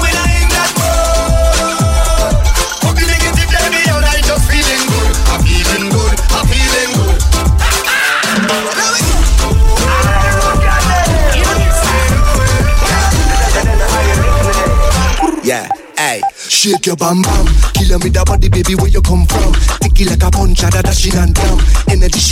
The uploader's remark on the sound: LIVE Audio from my SECOND Set at SUNKISSED Jamaica